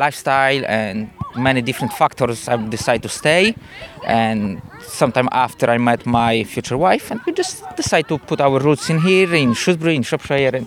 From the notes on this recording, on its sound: Mic in-hand on the football fields at SCAT (Shrewsbury College of Arts and Technology) on London Road. This mission today is to speak to coaches, parents and players.